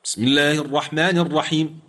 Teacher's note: هو نطق الباء ولكنها مختلسة سريعة، فقد اختلس الحرف وكسرته كذلك